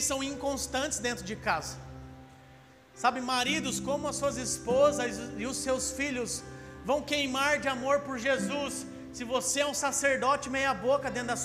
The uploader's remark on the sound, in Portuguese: Áudio do Culto de Domingo